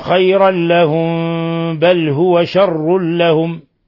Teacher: فالميم الساكنة جاء بعدها الباء هذا مثال للإخفاء الشفوي